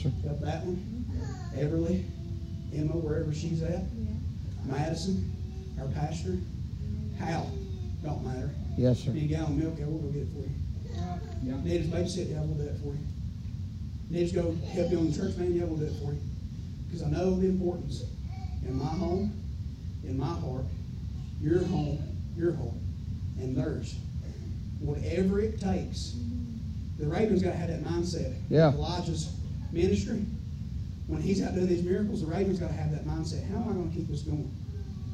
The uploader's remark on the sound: preaching live from Still Water Baptist Church on 7/23/23 pm